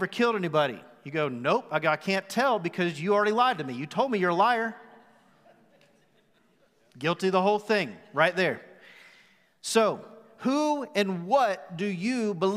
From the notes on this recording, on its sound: Recorded live at The Fellowship in Nashville